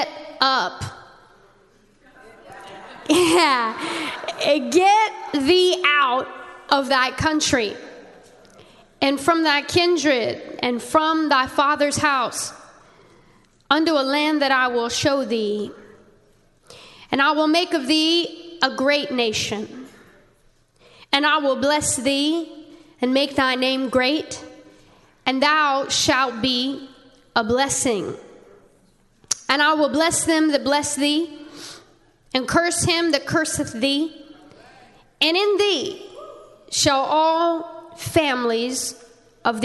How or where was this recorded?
large echoing room